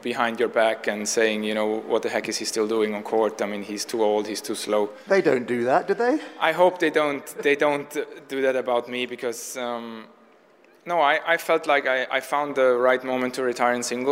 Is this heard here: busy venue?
yes